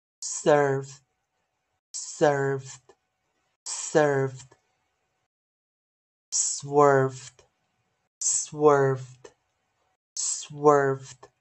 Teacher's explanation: e r i r o u r 通常会念 er erer，也就是长儿音哦，r color 长儿音